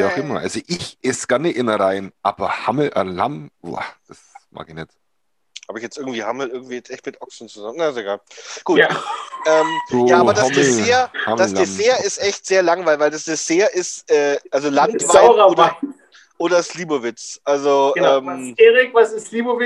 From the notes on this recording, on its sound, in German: haben wir dieses mal unser Zoom Meeting aufgenommen